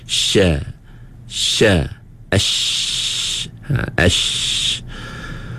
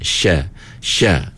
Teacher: huruf shin ni ialah huruf yang apabila kita sebut, tengah lidah kita tu dia naik ke atas.